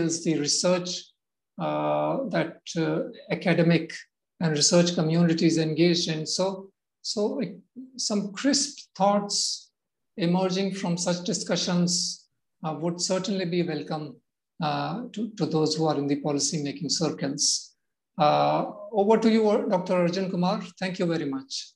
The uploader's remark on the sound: Zoom and Facebook Live